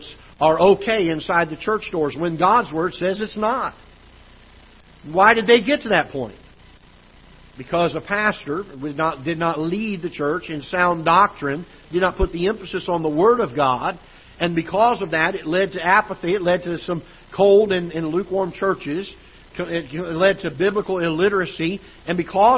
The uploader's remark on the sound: Ketha Heights Baptist Church ~ Live Broadcast